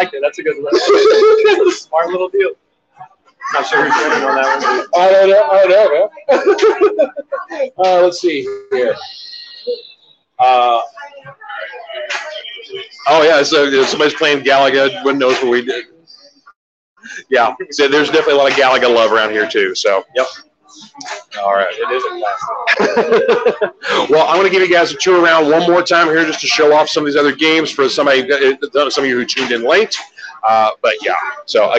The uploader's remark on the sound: Live on Location at 3 Decade Arcade!